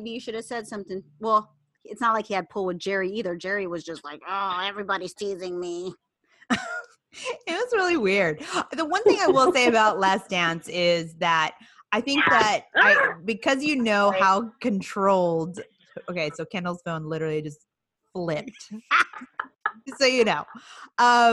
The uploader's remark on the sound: Joins us in our latest Zoom episode.